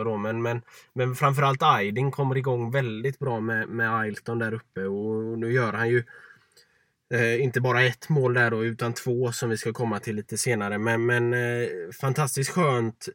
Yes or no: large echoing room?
no